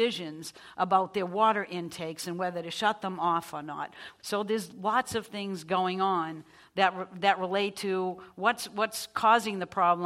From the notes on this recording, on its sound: This program was recorded in front of a live audience at the Commonwealth Club of California on May 13, 2015.